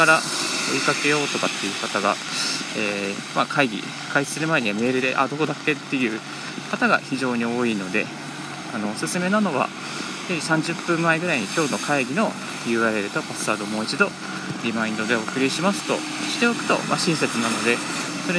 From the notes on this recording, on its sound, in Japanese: 歩きながらラジオ配信